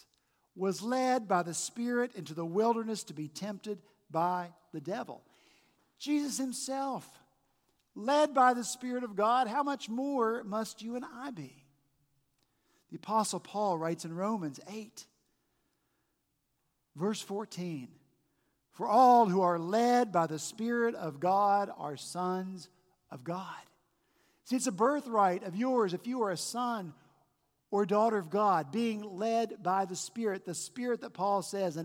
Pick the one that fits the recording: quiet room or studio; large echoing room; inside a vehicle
large echoing room